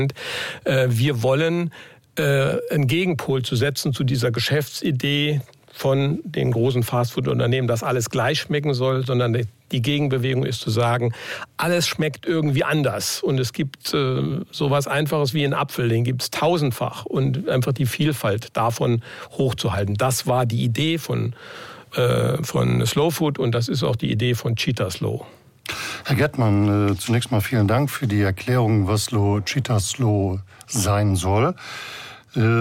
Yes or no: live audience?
no